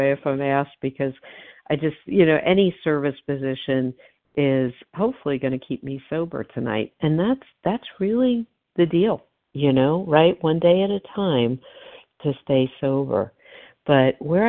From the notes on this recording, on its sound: 100 Pounders Phone Meeting